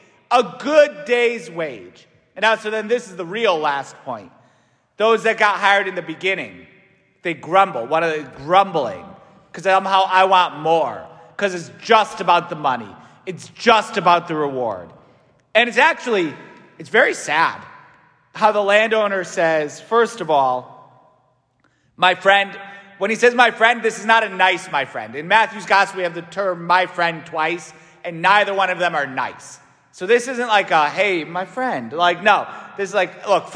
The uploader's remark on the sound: St Francis Catholic parish homily preached by Fr.